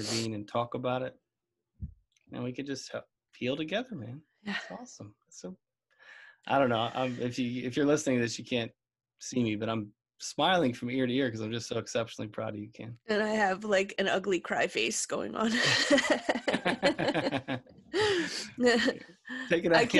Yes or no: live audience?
no